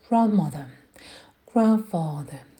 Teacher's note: Внутри звук «д». Его очень часто англичане и американцы, и в том числе все остальные, опускают.